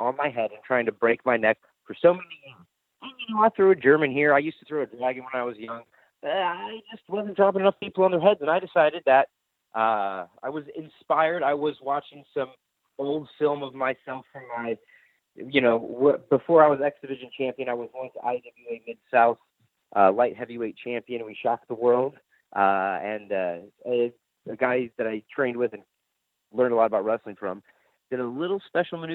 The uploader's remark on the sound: the full audio from the May 10, 2018 Impact Wrestling media call